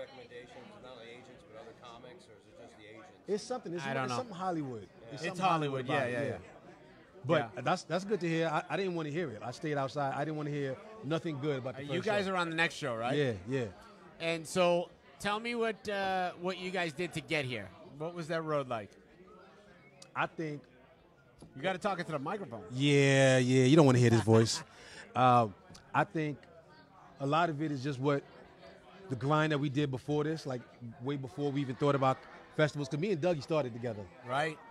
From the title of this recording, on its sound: at The World Series of Comedy!